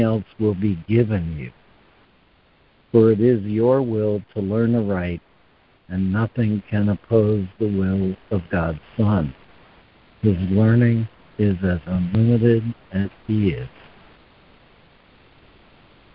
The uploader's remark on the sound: ACIM Daily Conference Call